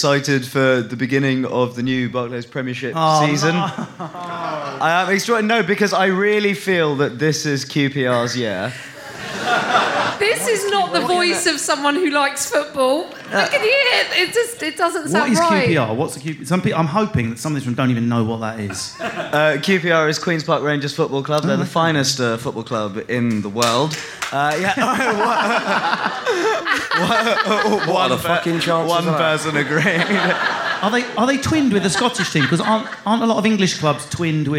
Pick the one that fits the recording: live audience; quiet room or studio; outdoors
live audience